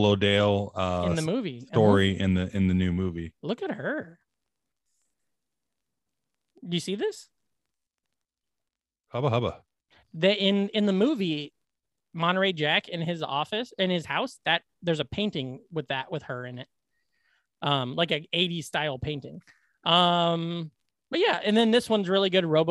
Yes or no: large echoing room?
no